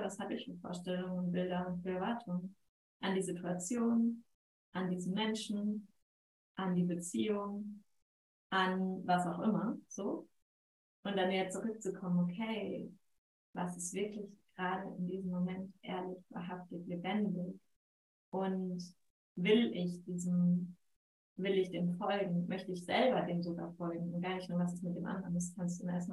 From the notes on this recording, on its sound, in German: Entschuldige die Tonqualität dieser Folge. Irgendetwas ist bei der Aufnahme schief gelaufen.